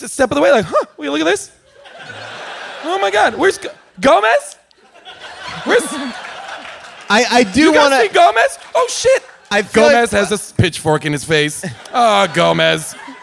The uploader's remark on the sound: Recorded live at Largo in Los Angeles